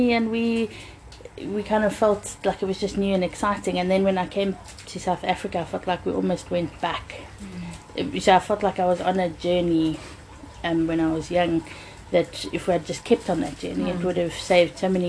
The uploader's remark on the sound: We recorded these outside because of Covid and so please enjoy the garden life sounds.